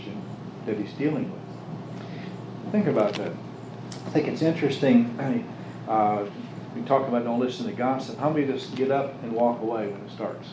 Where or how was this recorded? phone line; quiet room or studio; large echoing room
large echoing room